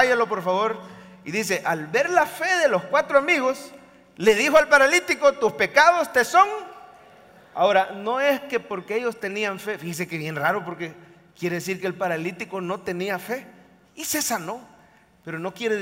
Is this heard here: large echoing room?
yes